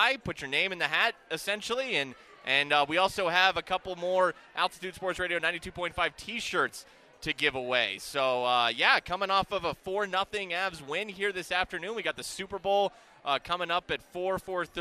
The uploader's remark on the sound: Live from Blake Street Tavern leading up to kickoff of the Big Game.